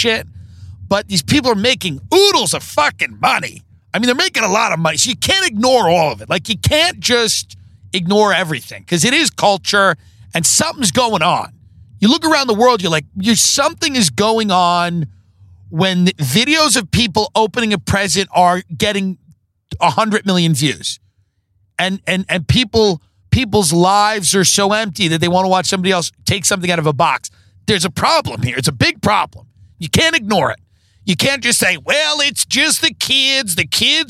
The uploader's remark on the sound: Live from the car on the way to Manhattan Beach and back.